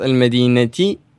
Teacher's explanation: is actually pronounced المدينة with a light E sound at the end · Term: kasra